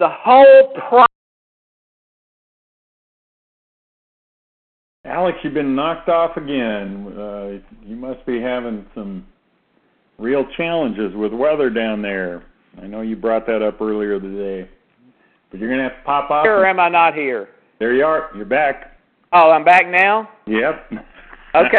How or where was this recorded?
phone line